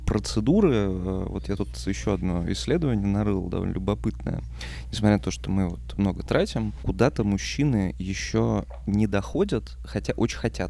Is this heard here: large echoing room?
no